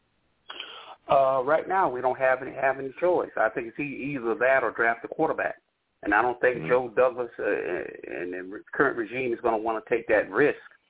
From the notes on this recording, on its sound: I take live callers!